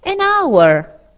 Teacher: La H in questa parola è muta, cioè non viene pronunciata e di conseguenza vale la vocale che la segue. · Term: H muta